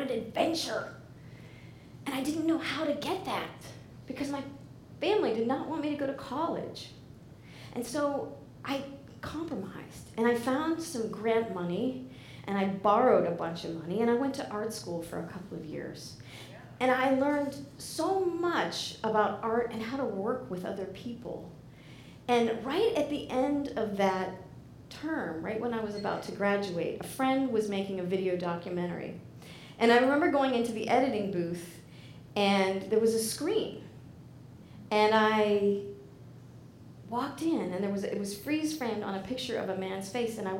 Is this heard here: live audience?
yes